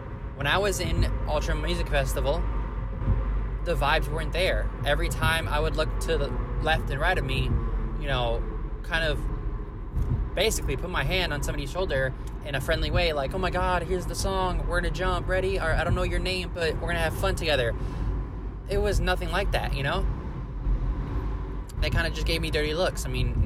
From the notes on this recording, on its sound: Please excuse the car podcast recording.